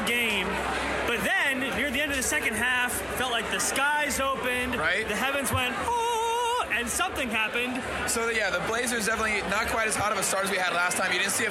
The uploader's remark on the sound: Report LIVE from Moda during halftime. How loud the Moda Center can be.